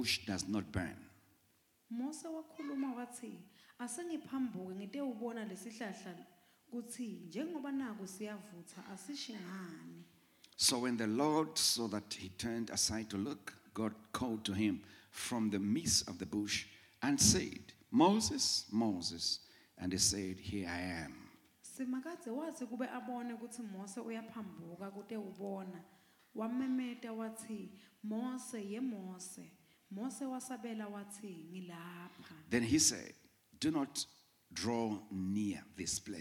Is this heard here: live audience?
yes